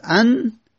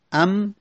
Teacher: وقتی ما تلفظ میزنیم میم ام، میم شفویه و ان، میبینیم که ان تلفظ میزنیم مخرجش نزدیکه به میم و تلفظ زده میشه یعنی زبان کنار بالای دو تا دندونهای جلو قرار میگیره. ان اما ام یک کمی شفویه، یعنی جلوتره یک مقدار، پس مخرجشون به هم نزدیکه. خب پس وقتی مخرجشون نزدیک شد دربتم نه، این میم تبدیل به نون کردیم، دربتن نه شده.